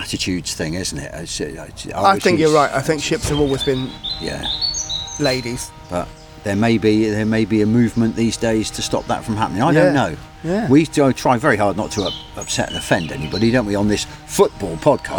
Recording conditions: outdoors